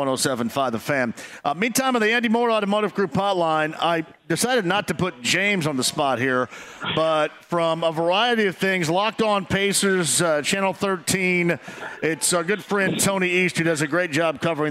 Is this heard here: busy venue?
yes